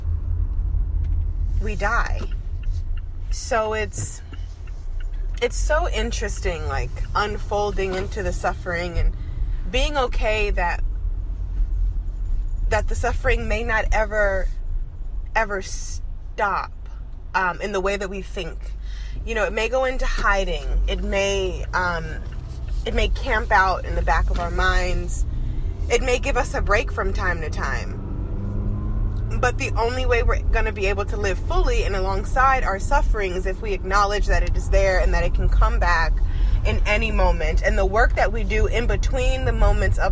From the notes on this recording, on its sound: Car Talk. In the car.